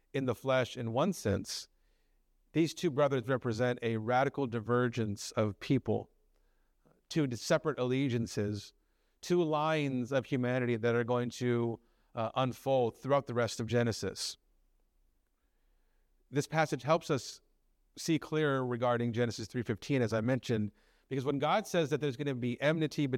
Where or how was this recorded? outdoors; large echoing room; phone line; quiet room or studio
large echoing room